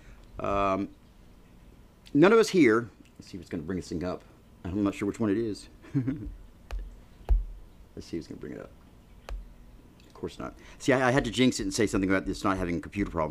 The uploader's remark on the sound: Dallas Universal Life Church presents this full service, recorded July 26, 2020.